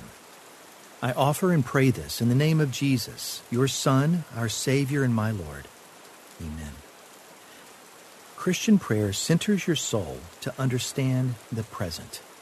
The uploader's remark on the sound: Relax to the sounds of rainfall.